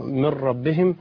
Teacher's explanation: وراء هنا مفخمة أصلا لأنها هي مشددة بالفتح